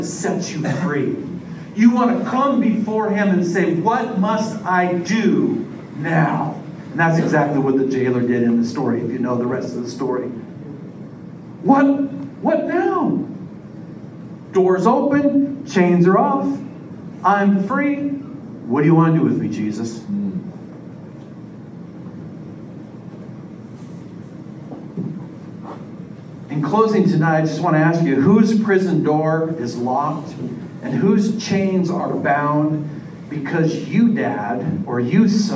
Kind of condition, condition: setting, live audience